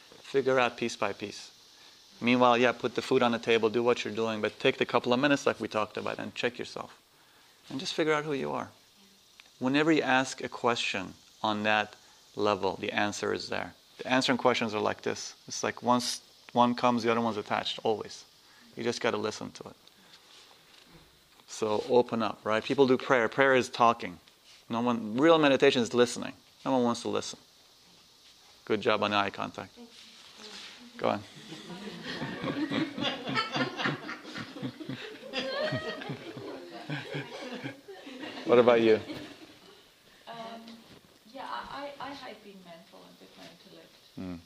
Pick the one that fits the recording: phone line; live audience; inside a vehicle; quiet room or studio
live audience